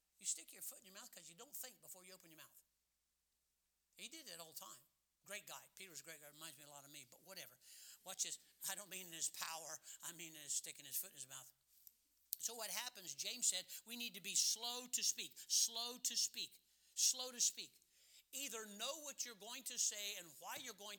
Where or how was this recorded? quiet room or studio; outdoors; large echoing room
large echoing room